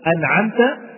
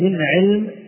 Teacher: ومن وسط الحلق تخرج العين المهملة